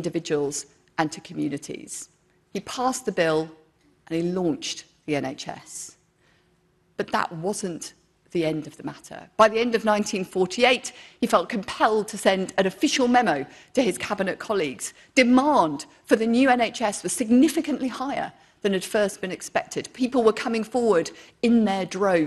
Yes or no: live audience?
yes